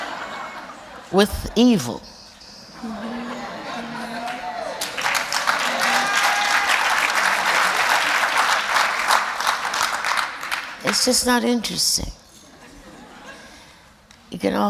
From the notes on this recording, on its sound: Recorded on April 27, 2015 in front of a live audience at New York's 92nd Street Y.